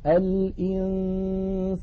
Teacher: ويكون صوت النون المخفاة مرققا إن جاء بعده حرف مرقق